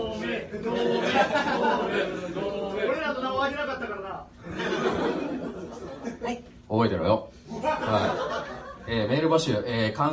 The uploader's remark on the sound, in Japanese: In 特ロボ祭SF16。初の公開生収録！！会場：京都祇園アニソン＋ボカロCafe＆Barスワロウテイル。